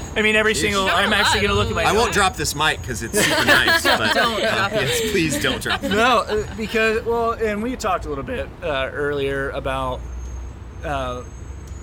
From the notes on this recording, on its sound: LIVE at Sun King Brewery in downtown Indianapolis!